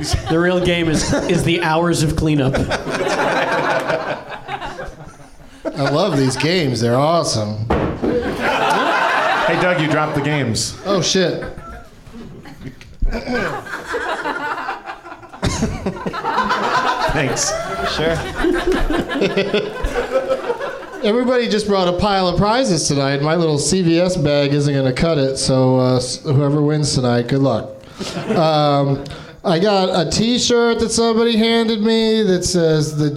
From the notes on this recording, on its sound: Live from the NerdMelt Showroom in LA